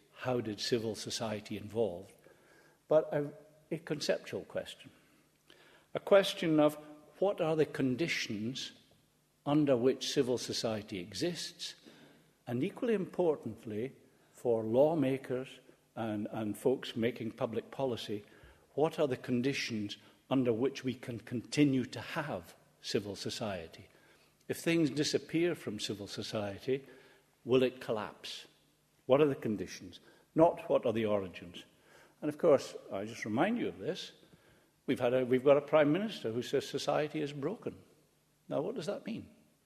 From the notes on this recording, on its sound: Recorded 25 October 2011 at the Playfair Library, Edinburgh